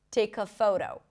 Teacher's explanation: the K sound becomes the beginning of the next part